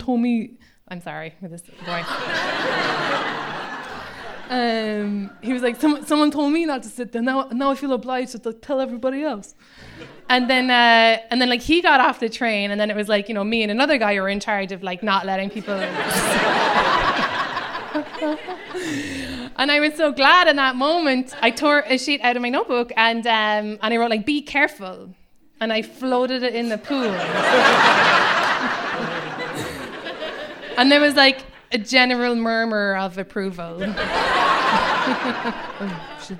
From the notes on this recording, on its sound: A special live comedy show. Raised the roof at the Bell House in Brooklyn.